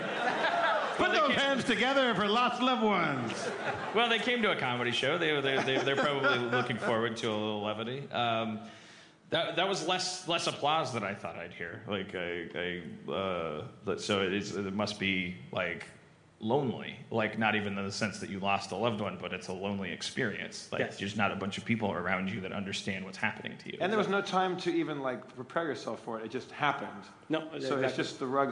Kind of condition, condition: setting, live audience